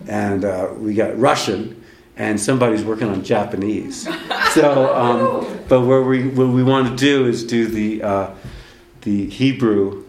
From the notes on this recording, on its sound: This episode was recorded June 23, 2019 at a talk I gave at the Prescott Unitarian Universalist Fellowship. At a talk I gave at the Prescott Unitarian Universalist Fellowship, affectionately known as PUUF.